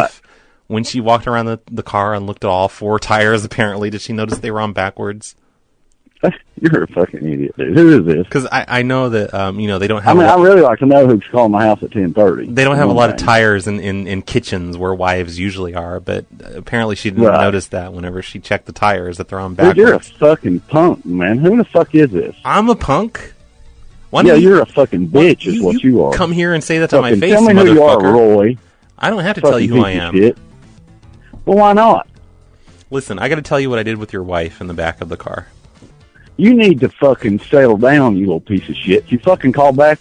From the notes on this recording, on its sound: Prank Phone Calls